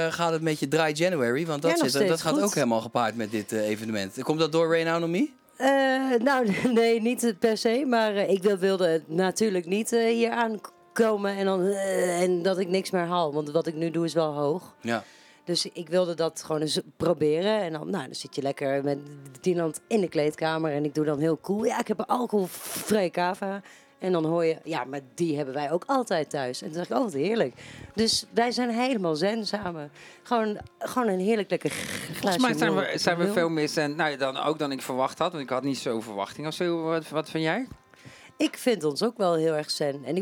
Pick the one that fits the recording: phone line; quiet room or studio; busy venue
busy venue